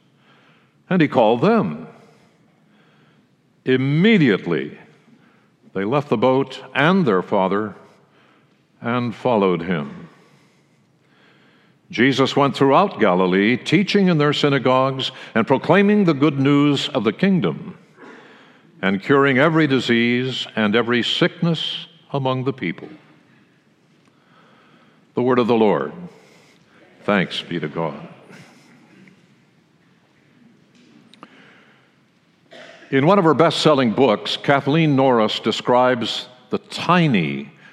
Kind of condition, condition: setting, large echoing room